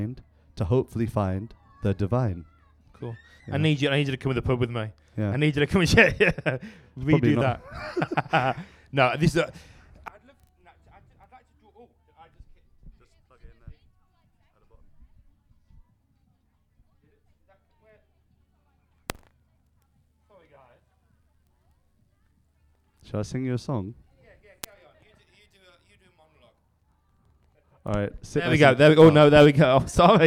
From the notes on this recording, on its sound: Episode recorded live at Soul Circus.